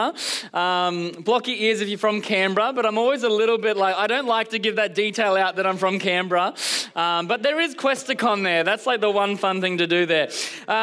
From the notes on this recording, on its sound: Recorded during our Melbourne service on Sunday, the 23rd of July 2023.